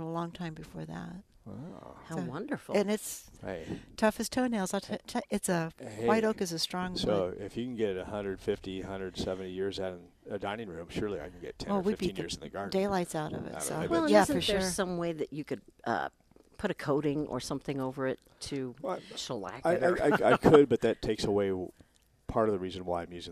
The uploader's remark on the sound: Live from Prairie Gardens 1-4-20.